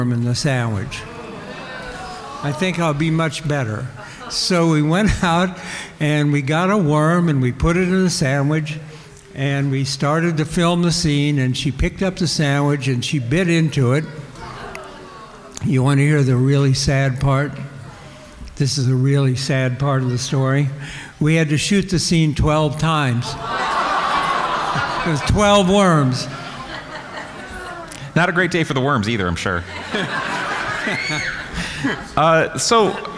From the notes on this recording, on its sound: In our second live show from the Brown County Library Pop-Con. In this wide-ranging interview in front of a massive live audience.